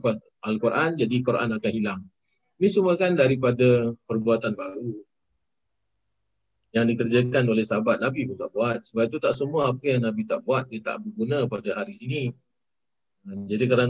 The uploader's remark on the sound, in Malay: Rakaman zoom pada setiap Ahad 9.